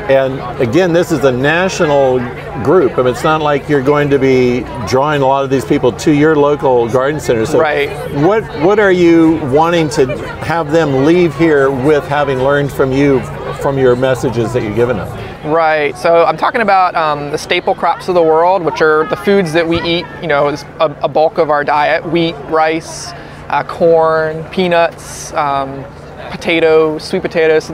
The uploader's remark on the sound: Homesteaders Of America 2022 Conference